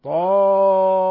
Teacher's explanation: تفخيم الطاء والألف طا لأنه حرف إطباق وحرف استعلاء